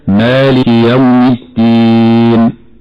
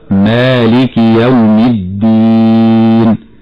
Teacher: يخطئ فيحول الدال في كلمة الدين إلى تاء · Shown in: first take · وذلك بعدم إخراجها من مخرجها الصحيح، فهي تخرج من فوق الثنايا العليا مما يقابل طرف اللسان، فينطق البعض خطأ هكذا مالك يوم الدين، وهذا خطأ، الصواب مالك يوم الدين.